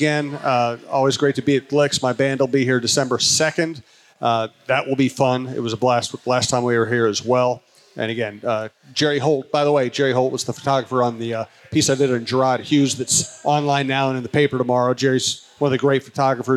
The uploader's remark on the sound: Chin Music live from Gluek’s